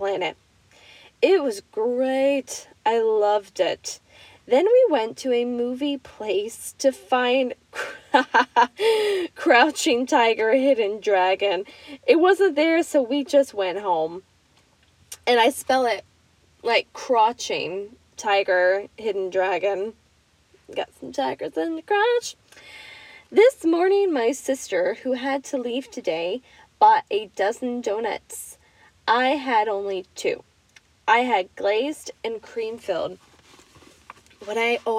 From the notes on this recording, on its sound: Reading to you from my car because we are all working from home and I need a nice place to yell my stories through my microphone!